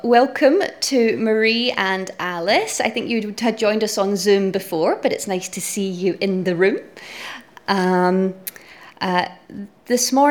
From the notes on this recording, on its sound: Audio podcast of morning service